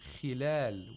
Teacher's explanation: And finally, khilal. We have a kha with a kasra, which should be pronounced with the lowest level of tafkhim.